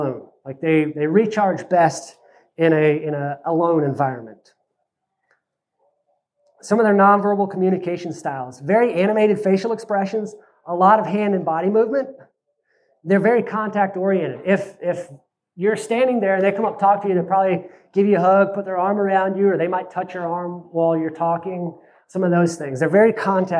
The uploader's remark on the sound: This is a replay of my Oct 2nd presentation at Self Reliance Festival in Camden, TN. This is a replay of my Oct 2nd presentation at Self Reliance Festival in Camden, TN.